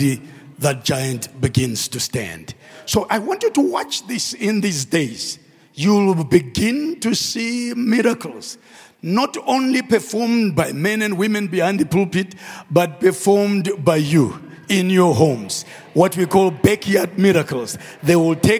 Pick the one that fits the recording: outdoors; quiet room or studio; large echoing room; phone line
large echoing room